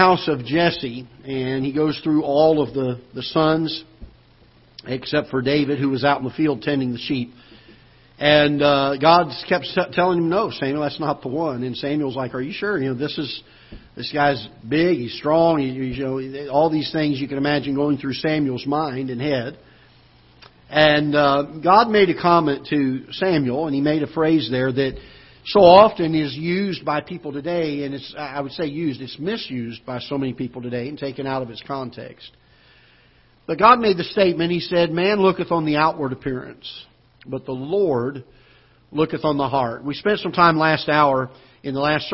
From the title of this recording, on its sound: Ketha Heights Baptist Church ~ Live Broadcast